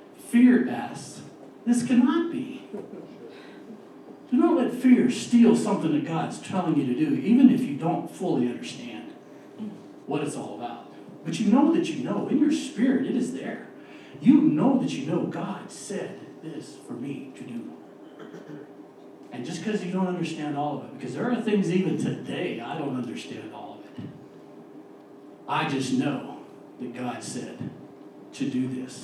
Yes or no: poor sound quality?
yes